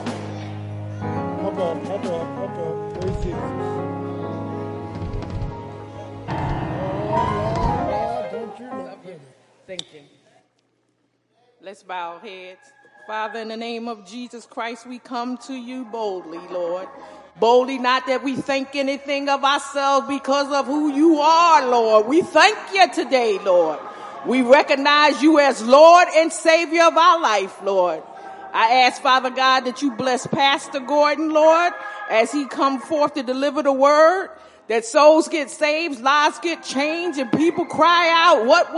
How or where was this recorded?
large echoing room